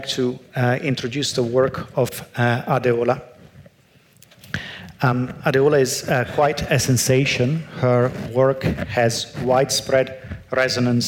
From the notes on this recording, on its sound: Audience Q&A. This Sydney Ideas event was held on 5 November 2018 at the University of Sydney.